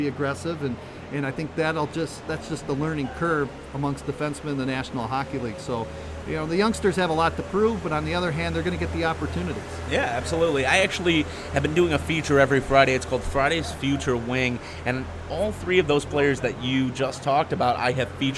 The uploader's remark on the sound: Live from Training Camp. Live from Centre Ice Arena in Traverse City, Mich. During the 2014 Detroit Red Wings Training Camp.